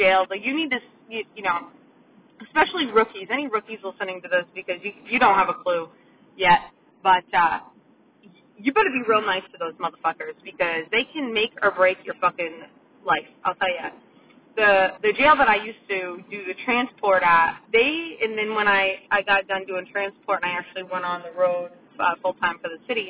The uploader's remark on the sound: The audio isn't wonderful in this episode... Its one done in my car- sorry!